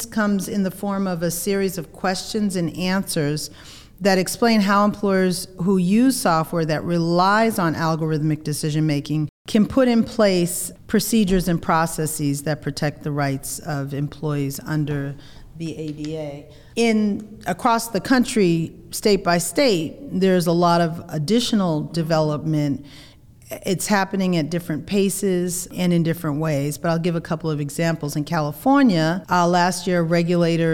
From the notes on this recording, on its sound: In this podcast recorded at the firm’s national Workplace Strategies seminar.